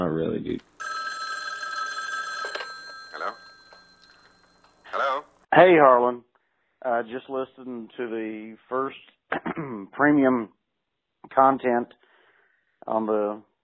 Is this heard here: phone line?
yes